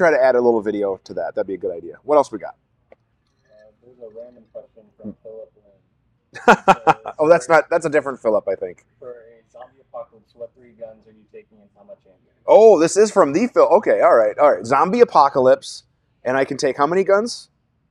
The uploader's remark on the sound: This episode will be live from the Rainier Arms Firearms Academy in Wichita, KS.